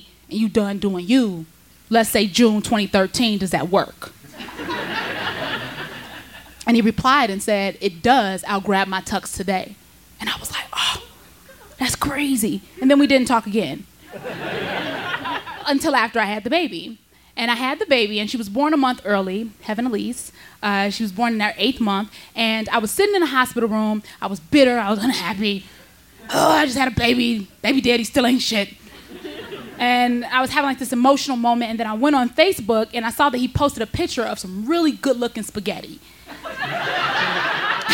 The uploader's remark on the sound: Her story was recorded live on 16 August 2017 at Buntport Theater in Denver, CO.